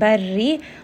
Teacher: ra here is going to be light because it has kasra